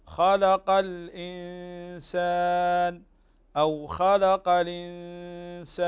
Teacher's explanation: والسين من حروف الإخفاء الحقيقي، غن بمقدار حركتين، هنا تخفى النون في السين